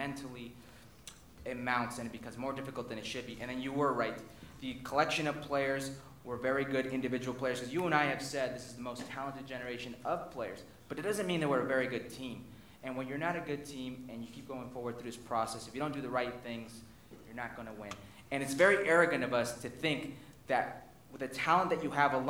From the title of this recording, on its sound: Live in NYC